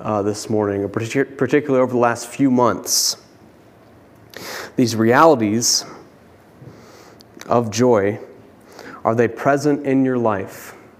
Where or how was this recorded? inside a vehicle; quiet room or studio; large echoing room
large echoing room